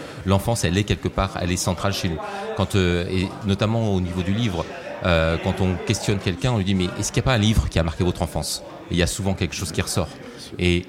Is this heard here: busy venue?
yes